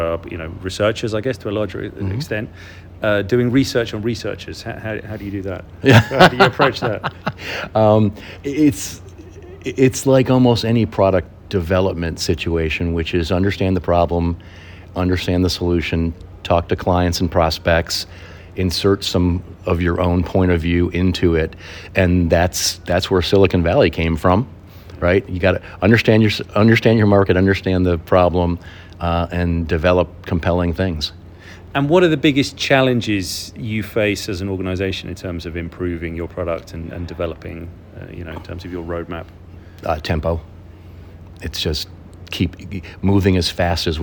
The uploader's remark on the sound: Recorded live at the UXDX conference in New York.